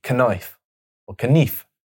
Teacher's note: the K was pronounced in Old Norse, so it would be knife or knif, which is more accurate to the Old Norse.